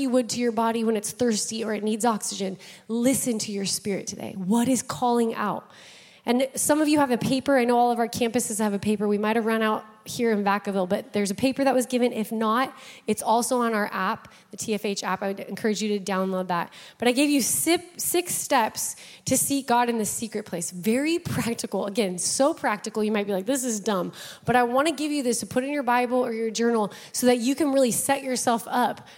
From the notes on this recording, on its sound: Broadcasted live from The Father's House, Vacaville, CA.